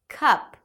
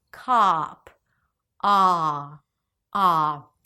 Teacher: If it's high, ah, ah, it's going to sound like a central ah sound, like in cup. And we don't want that. We want more of a back ah, as in cop, ah, ah.